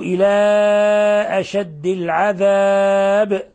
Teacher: مد منفصل يعني يمد من 4 إلى 5 حركات